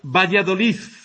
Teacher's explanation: La D final se pronuncia como Z.